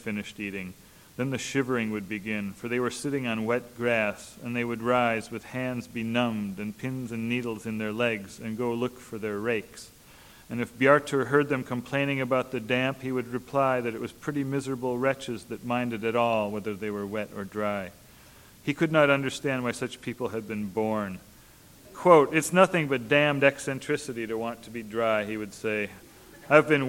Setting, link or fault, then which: setting, large echoing room